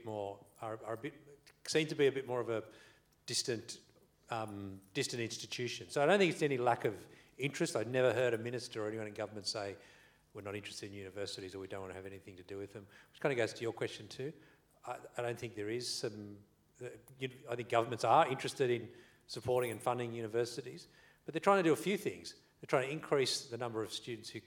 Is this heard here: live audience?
yes